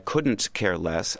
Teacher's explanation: The negative part of couldn't is the unstressed part of that particular sequence of syllables. And so if you're speaking quickly, you could easily swallow an unstressed syllable.